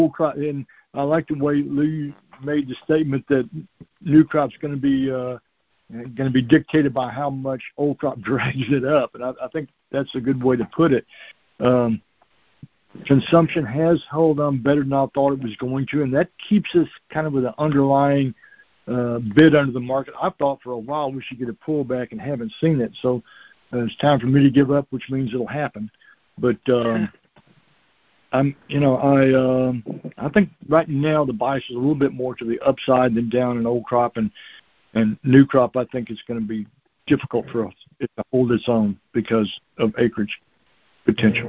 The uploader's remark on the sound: Monthly Cotton Conference Call.